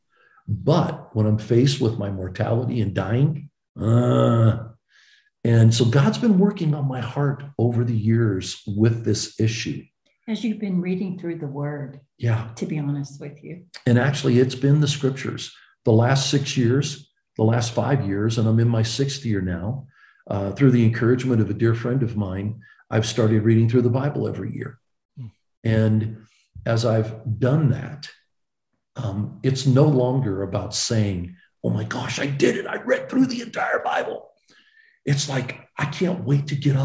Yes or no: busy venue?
no